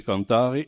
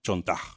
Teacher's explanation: vous avez le passage de Cantare à Chantar, avec donc ce qu'on en appelle vulgairement une palatalisation. · Shown in: second take